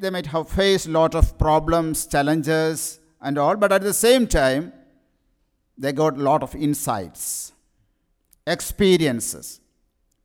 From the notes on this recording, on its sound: Sermon preached at RCHP